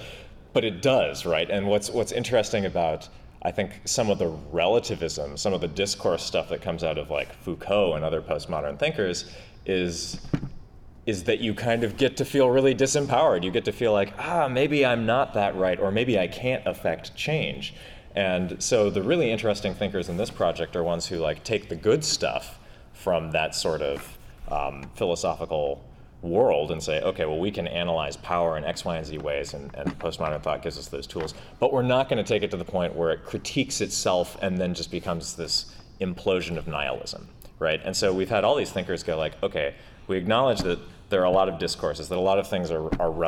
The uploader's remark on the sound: a panel they gave at South by Southwest Interactive